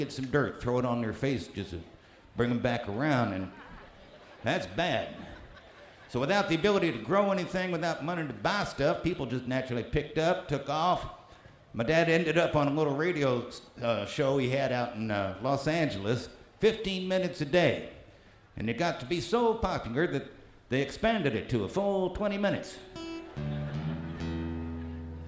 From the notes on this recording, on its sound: Newport Folk Festival 2009.